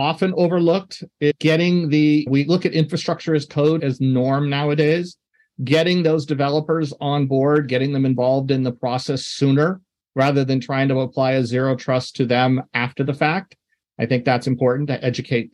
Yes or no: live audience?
no